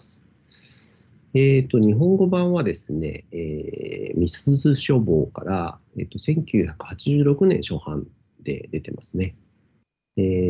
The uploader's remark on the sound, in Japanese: 技術的な試行を兼ねて3ヶ所でのリモート収録を試みる。